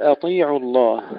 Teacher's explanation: ترقيق الهمزة وتفخيم الطاء